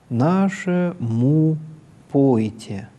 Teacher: в середине есть понижение тона относительно основного на слоге «му», «нашему», с тем, чтобы на втором слове «пойте» на ударном слоге выйти на основной тон. · «Му» понизилось, чтобы на «пойте» выйти на основной тон.